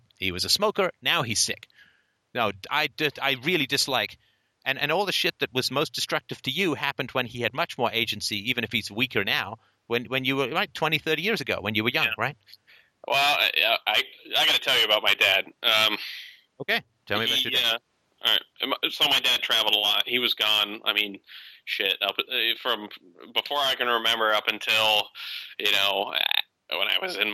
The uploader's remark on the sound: Saturday Call In Show